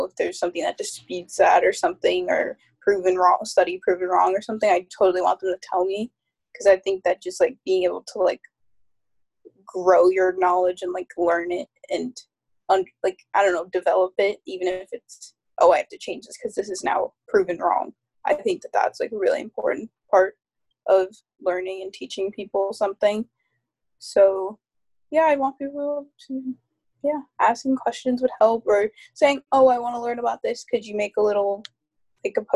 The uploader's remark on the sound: The quality is a bit iffy since this was recorded over Zoom.